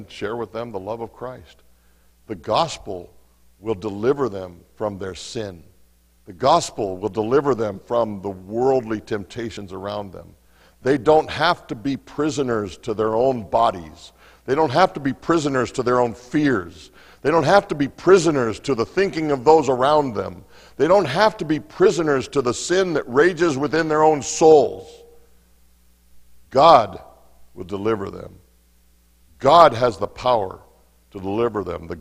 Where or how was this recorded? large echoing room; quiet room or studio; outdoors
large echoing room